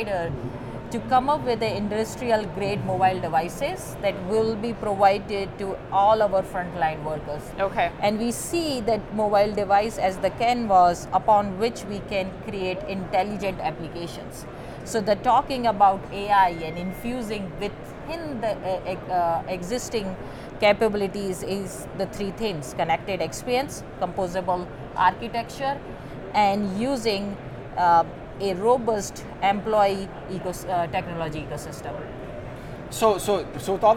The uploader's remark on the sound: Live From NRF 2024